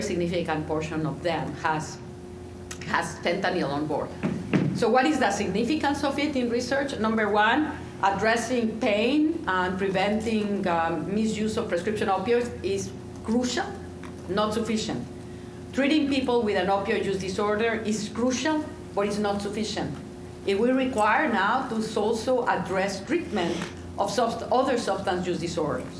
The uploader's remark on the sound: Live and in person at the 2022 RxSummit Conference which hosted anyone and everyone affiliated with and touched by our country's Drug Crisis. Many of those conversations were recorded and contained within this dynamic conference summary episode of the Pain Pod!